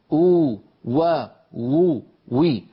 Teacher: تخرج من بين الشفتين بانضمامهما إلى الأمام. لاحظوا ماذا كتب: مخرج الواو غير المادية بانضمام الشفتين إلى الأمام مع ارتفاع أقصى اللسان. · مخرج الواو غير المادية بانضمام الشفتين إلى الأمام مع ارتفاع أقصى اللسان. انتبهنا كيف ارتفاع، قلنا من غير تقعر لوسطه، فهذا لا يؤدي إلى التفخيم.